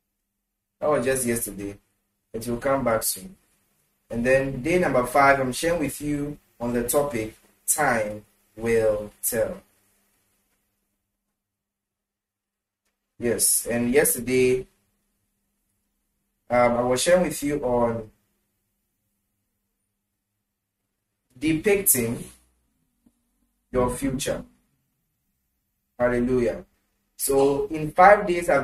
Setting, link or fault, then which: setting, large echoing room